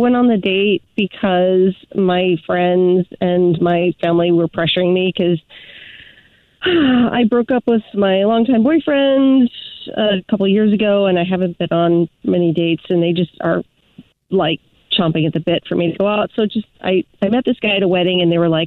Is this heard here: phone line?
yes